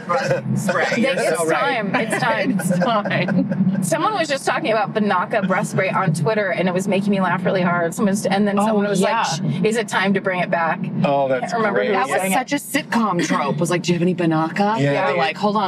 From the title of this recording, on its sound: In the Car